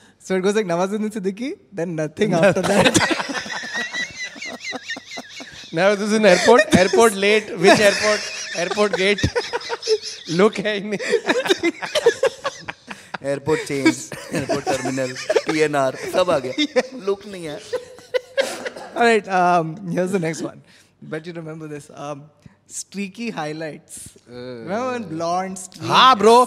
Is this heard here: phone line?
no